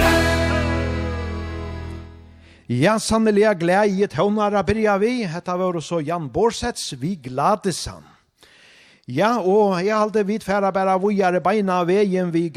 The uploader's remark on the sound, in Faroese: Upp á tá LIVE í Runavík